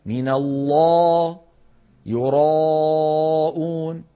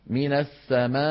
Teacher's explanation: يصاحب الألف المفخمة تقعر لوسط اللسان وتضيق في الحلق بخلاف المرققة